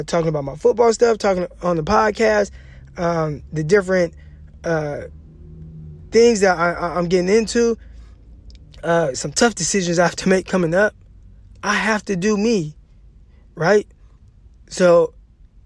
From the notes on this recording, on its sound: records live from 49ers training camp